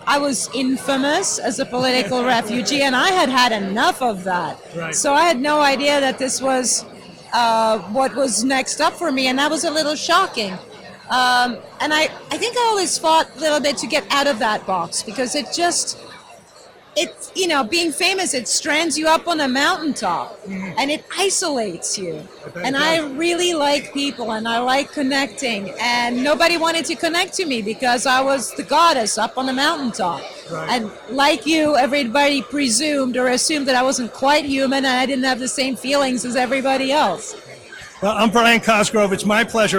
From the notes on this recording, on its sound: At the 19th annual East Hampton Library's Authors Night.